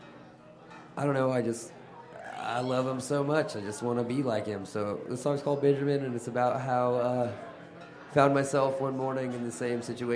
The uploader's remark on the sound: In front of a live studio audience at The Surfside 7 in Fort Collins.